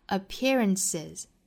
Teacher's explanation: 最后的这个 s 应该是读 z 的发音，因为前面是元音嘛，我们说元音属于浊音类，浊音类后面加的音应该是读浊